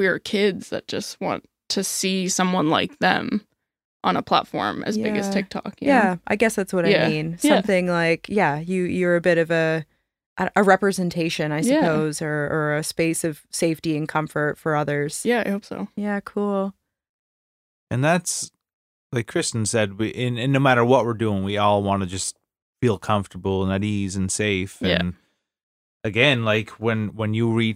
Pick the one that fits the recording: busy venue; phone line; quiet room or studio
quiet room or studio